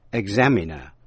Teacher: Danh từ examiner, giám khảo, nhấn mạnh vần nhì.